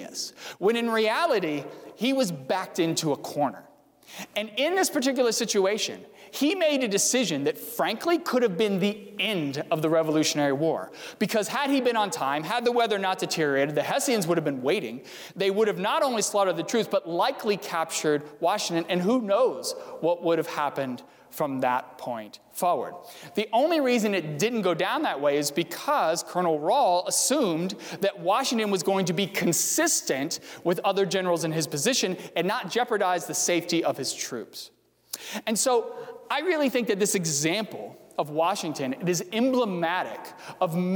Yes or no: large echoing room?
yes